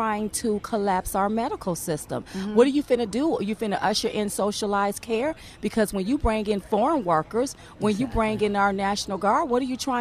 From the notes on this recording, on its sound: Live From Washington. At the Hold Their Feet to the Fire Rally in Washington, D.C.